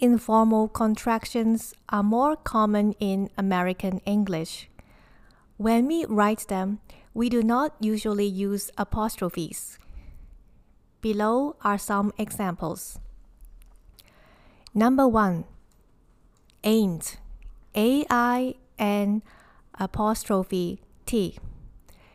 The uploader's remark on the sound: I am not sure if you can hear the howling sound of the wind. It is really windy today. I live on the top floor and I feel that the wind is going to blow the roof off this building.